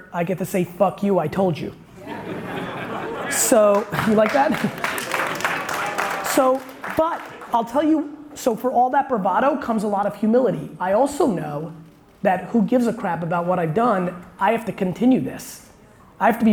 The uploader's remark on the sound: A Q&A At Samsung 837's Fall Discovery Series. Really enjoyed doing this keynote and Q&A at Samsung's 837 space in downtown Manhattan.